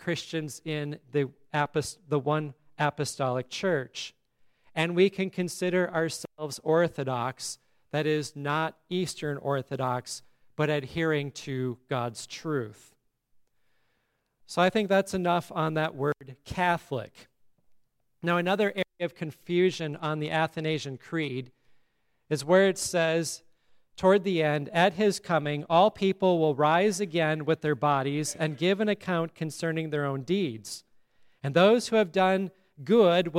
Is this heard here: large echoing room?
yes